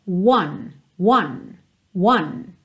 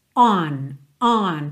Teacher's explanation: o número um, one, ele tem um começo fechadinho, é quase como se você partisse de uma letra U · Shown in: first take